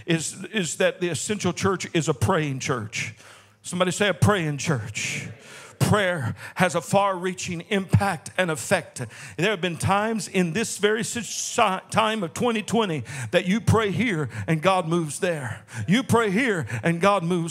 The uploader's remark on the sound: This message was delivered in the Sunday am service